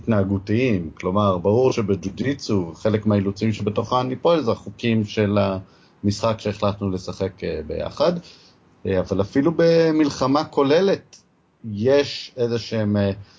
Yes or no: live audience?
no